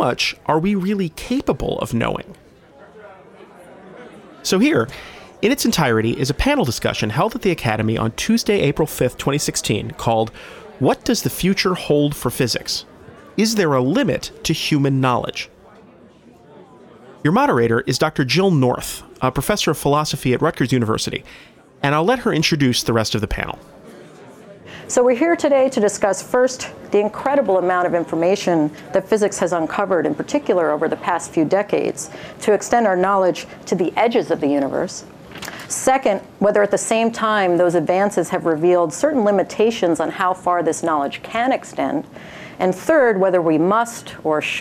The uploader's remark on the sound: This podcast features audio from our first Physics of Everything event.